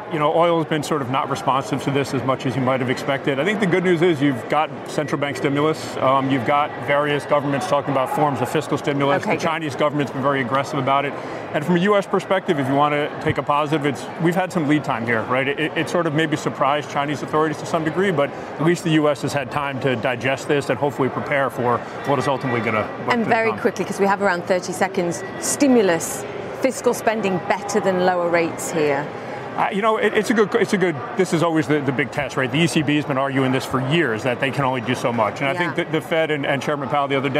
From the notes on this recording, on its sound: Live from The New York Stock Exchange.